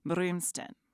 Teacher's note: A little trip on the R, so you skip directly from M to R to the eem sound, then a new syllable, familiar this time, stin.